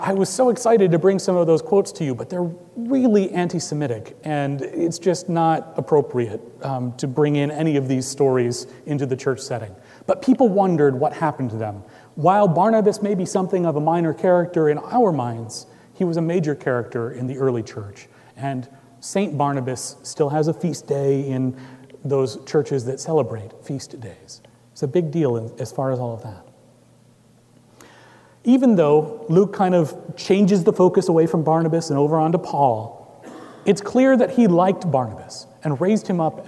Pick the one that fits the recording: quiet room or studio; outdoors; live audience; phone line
live audience